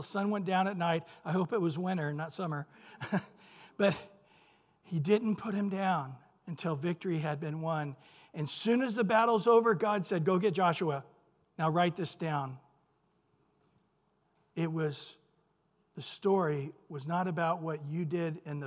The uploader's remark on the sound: Recorded at Calvary Chapel of Los Alamitos